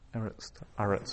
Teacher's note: And the accent is still on that second last syllable.